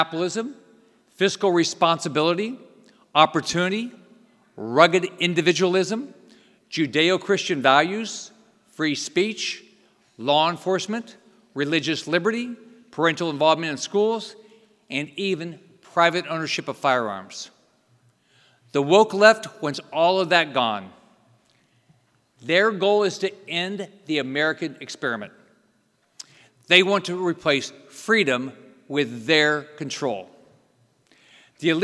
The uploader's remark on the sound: NatCon 3 Miami. Keynote address at the Miami National Conservatism Conference on September 11, 2022.